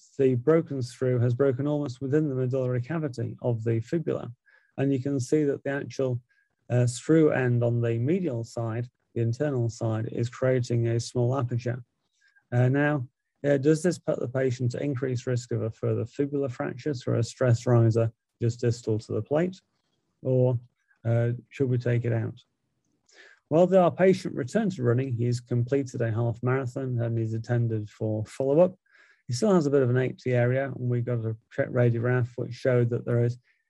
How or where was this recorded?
video call